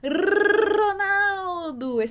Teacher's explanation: Ele não passa de uma vez, que nem quando eu faço, por exemplo, se eu sopro, o ar ele passa de uma vez, não tem nada impedindo. O som do R, ele vai estar intermitente, assim, batendo, interrompendo essa passagem do ar na boca, e aí esse exercício de soprar o canudinho com água, ele vai te ajudar a entender também que esse ar, ele vai ser interrompido por alguma coisa até ele conseguir ser liberado, né, no copo.